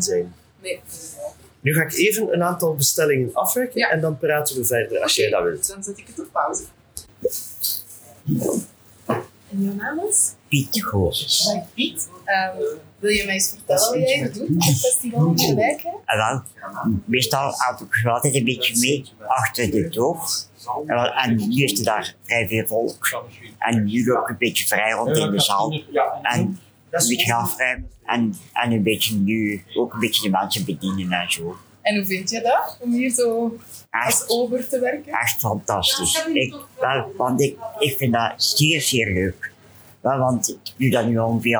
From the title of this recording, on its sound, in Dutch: Mini-interviews op het Festival van de Gelijkheid